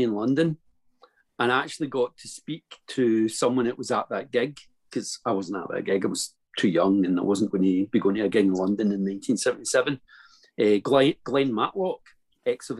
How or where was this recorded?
video call